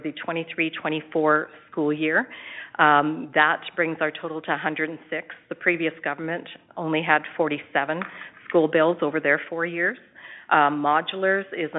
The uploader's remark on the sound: Education Telephone Town Hall (Southern Alberta).